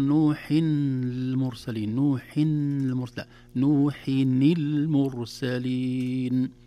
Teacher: كسرنا نون التنوين بدلا من سكونها لالتقاء الساكنين